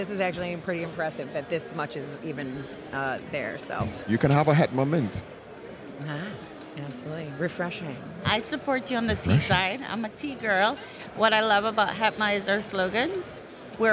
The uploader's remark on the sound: If it sounds a bit different, it is because this episode was recorded right on the show floor of InfoComm 2023. HETMA had their own booth, and even a setup to record shows!